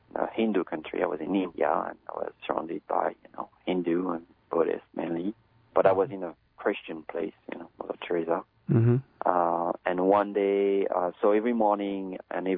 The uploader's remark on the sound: We converse by telephone.